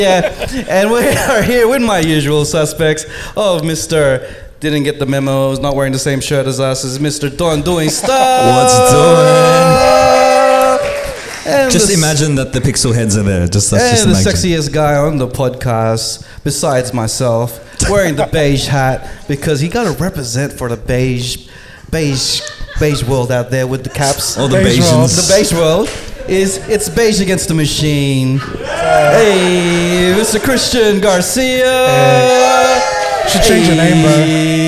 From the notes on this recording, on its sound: Live at 4E Sydney Hip Hop Conference. Live at Leo Kelly Blacktown Arts Centre.